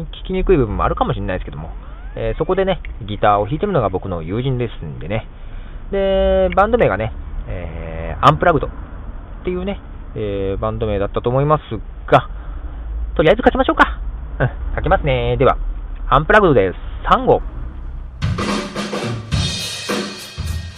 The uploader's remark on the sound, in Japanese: ステレオ録音をしたのがいけなかったのかもしれないと、今回は音質が落ちる、iPod+iTalkのモノラル録音に戻したんですが。